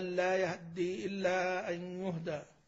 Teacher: اختلاس الحركة والإسراع بها، يعني مثلا ونحن نسبح هكذا، أما لا يهدي إلا أن يهدى، لا يهدي مثلا، أو مثلا إن الله نعم ما يعظكم به، هذا نوع من أنواع الإخفاء. · Term: الاختلاس